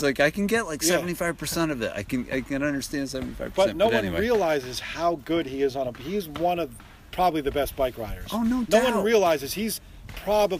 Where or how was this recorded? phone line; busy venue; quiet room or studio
busy venue